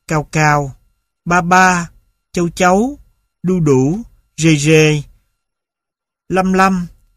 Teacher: lớp những từ lái hoàn toàn chỉ đối nhau ở trọng âm. Một trong hai yếu tố được nói nhấn mạnh hoặc kéo dài